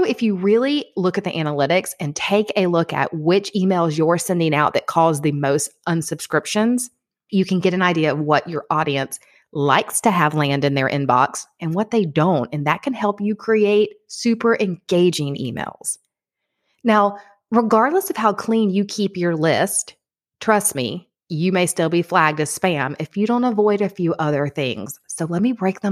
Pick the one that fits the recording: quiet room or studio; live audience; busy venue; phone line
quiet room or studio